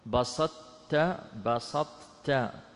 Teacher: الجواب لا تدغم عند القراء، بسطت بسطت، طبعا لا تقلقل، هنا يسقط القلقلة، ولكن ماذا؟ لا تدغم